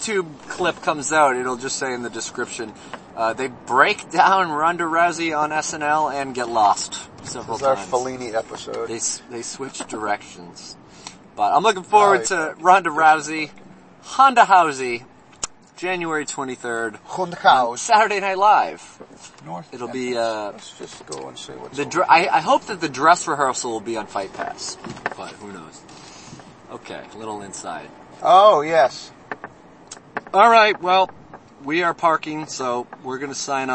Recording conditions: inside a vehicle